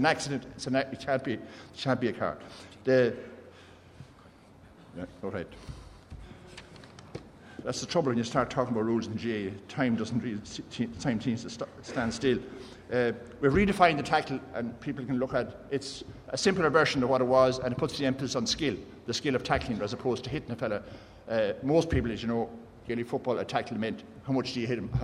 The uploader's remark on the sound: The Panel at the GAA Games Development Conference